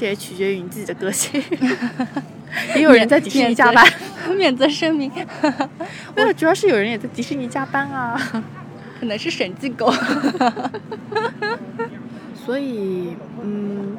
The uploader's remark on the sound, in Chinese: 迪士尼现场。就是在迪士尼本尼园区内。